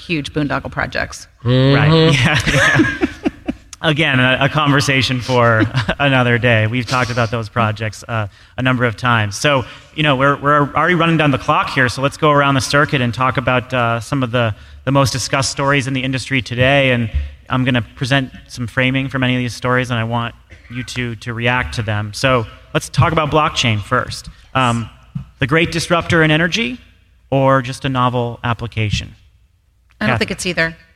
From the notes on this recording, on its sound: we're coming to you live from Grid Edge World Forum